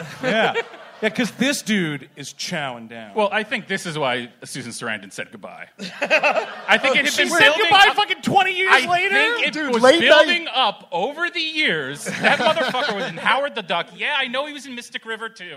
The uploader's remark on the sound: Live! at the Bell House. We're releasing last month's sold-out show from Brooklyn.